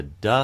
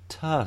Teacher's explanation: And then we release the front edge of the tongue and the air is released. If we're doing a duh sound, we immediately are going on to the vibration stream, whereas when we're doing a tuh sound, there'll be a period, at least before we go on to a vowel, of voicelessness.